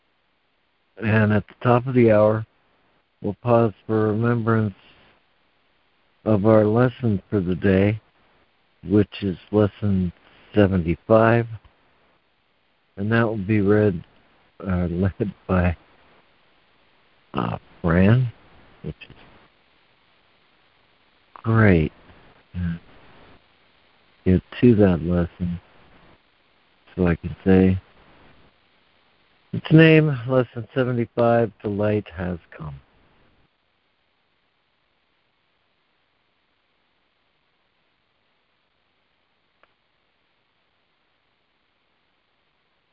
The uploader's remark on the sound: ACIM Daily Conference Call.